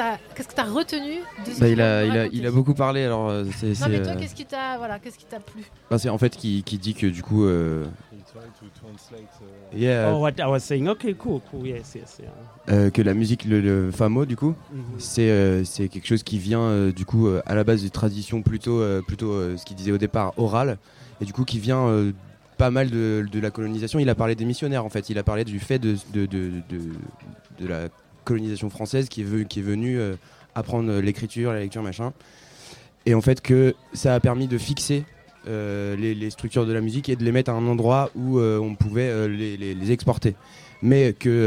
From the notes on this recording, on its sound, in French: En direct de Bambou canoë au festival ARDÈCHE MEETING. Les Vans (07). Micro trottoir au marché des Vans “c’est quoi l’Ardèche Meeting”.